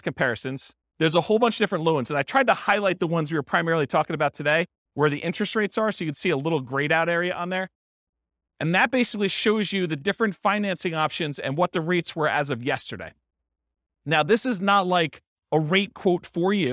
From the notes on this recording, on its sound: This was a live class recorded